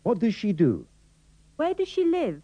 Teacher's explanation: Deberá prestar especial atención a la pronunciación de la tercera persona femenina en la que desaparece la S de does.